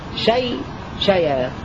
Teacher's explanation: أما شيء وشيئا فله حالة الوصل السكت وترك السكت كذلك مثل أل التي بعدها همزة، وله عند الوقف النقل هكذا شيء شيئا، يعني تكون الياء مخففة شيء وشيئا، والياء هنا في شيئا مفتوحة لأننا نقلنا إليها حركة الهمزة